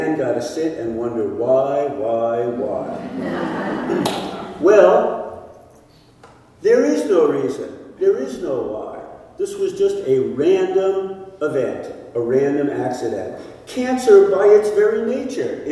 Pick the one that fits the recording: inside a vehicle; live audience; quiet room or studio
live audience